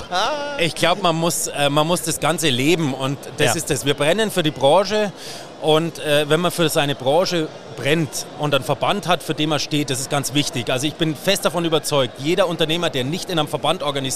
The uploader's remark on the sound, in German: Im Rahmen der Hoga-Messe in Nürnberg